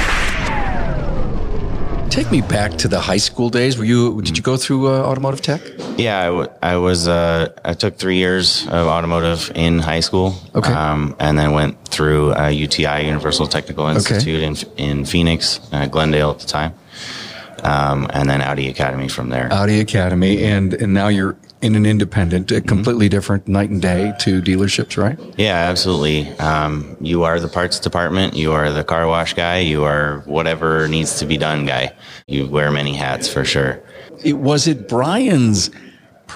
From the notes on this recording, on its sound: This interview takes place at the ASA Colorado Summit in January 2020. Recorded in the lobby of the Lincoln College of Technology in Denver.